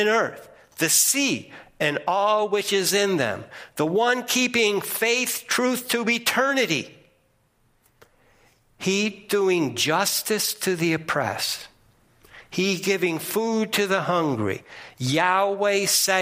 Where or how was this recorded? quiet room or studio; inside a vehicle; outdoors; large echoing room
large echoing room